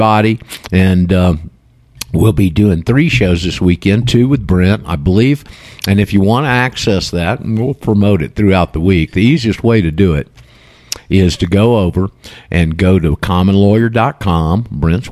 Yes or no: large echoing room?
no